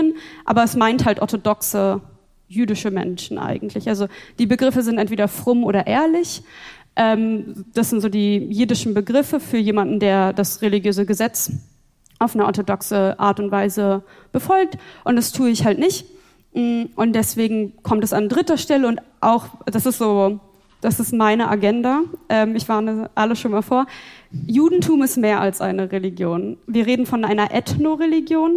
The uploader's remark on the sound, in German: Live in Stuttgart. Interreligiösen Frauenmahl und Studientag in Stuttgart live spontan diskutiert. Hier haben wir den Podcast live aufgezeichnet.